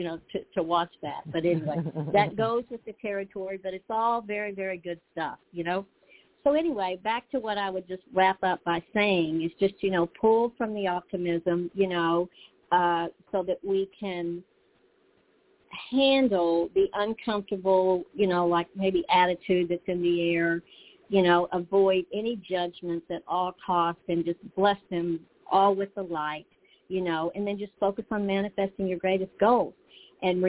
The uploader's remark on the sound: in response to callers' questions